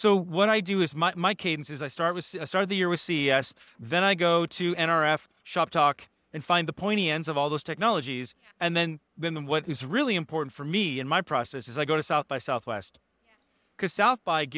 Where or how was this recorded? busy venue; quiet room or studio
busy venue